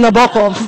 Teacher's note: You've got to put the emphasis on the second syllable.